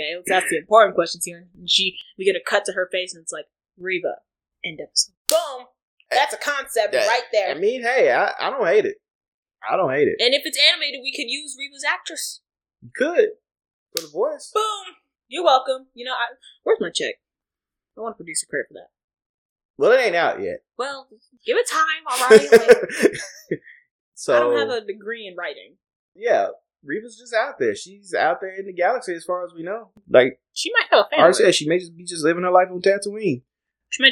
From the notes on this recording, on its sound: We could have edited it out but…eh. There are some audio issues in this one.